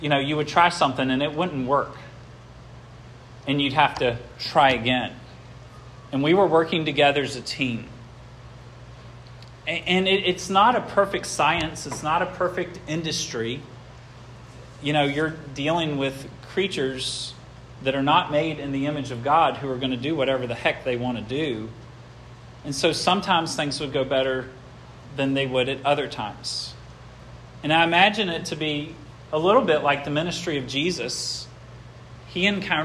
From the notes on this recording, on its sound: This sermon was preached at Hope Fellowship on Jan.